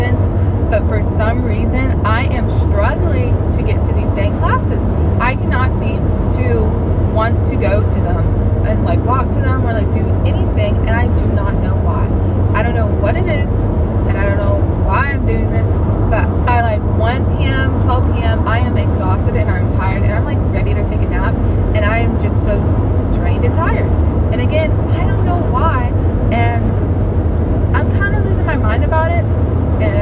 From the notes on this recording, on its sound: mostly just rant in my car